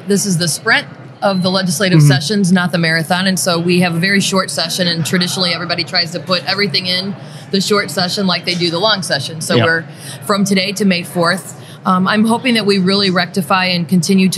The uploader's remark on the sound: Live from the State Capitol